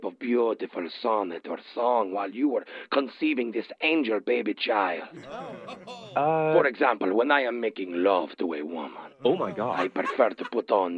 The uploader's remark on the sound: Phone Tap. Calls a soon-to-be new dad.